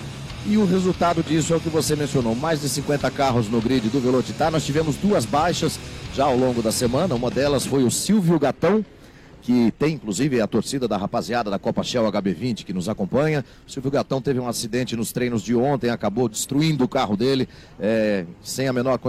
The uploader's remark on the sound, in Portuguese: Transmissão AO VIVO da 2ª Etapa 2022 (corrida 1), da Gold Classic, direto do Autódromo Velocitta - Mogi Guaçú (SP).